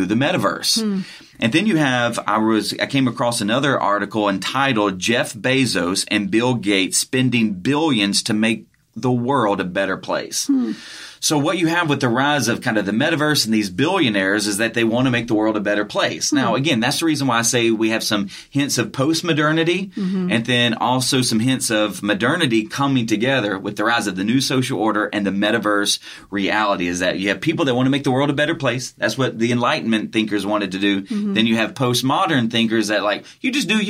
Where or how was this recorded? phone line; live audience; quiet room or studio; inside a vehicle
quiet room or studio